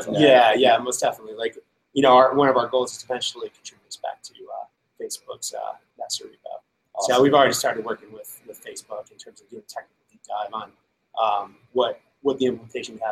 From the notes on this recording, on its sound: We'll be live at React Conf talking with speakers and others about what's going on at the conference.